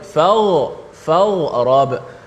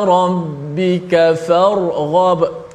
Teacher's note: Wa ila rabbika farghab biar jelas uh, jangan nampak kata orang tengah nampak bolok uh, ah, bolok tu fawab tak tahu huruf apa uh, sebab huruf ra dengan huruf ghain huruf ra dengan huruf ghain uh, makhraj ra hujung lidah ghain berada di hujung halkum jauh beza makhraj